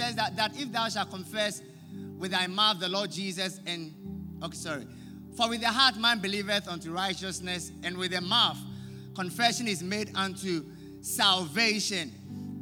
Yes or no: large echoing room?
yes